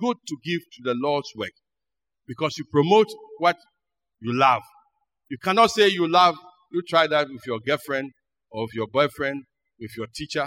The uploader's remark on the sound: Sermon preached at CBC Shiashie Campus